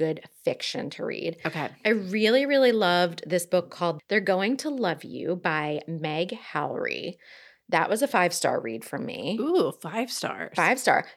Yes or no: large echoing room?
no